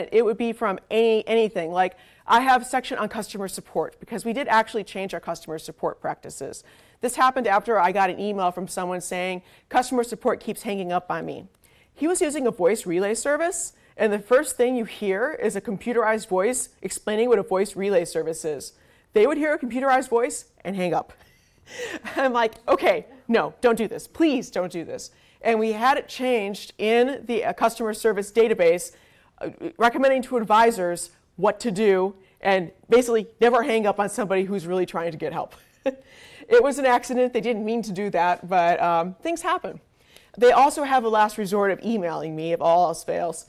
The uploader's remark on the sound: A talk at the 2018 Gaming Accessibility Conference.